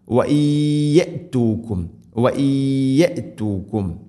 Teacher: നൂനിനെ യാഇലേക്ക് ഇദ്ഗാം ചെയ്ത് മണിച്ചുകൊണ്ട് ഉച്ചരിക്കണം · Term: ഇദ്ഗാം ബിഗുന്ന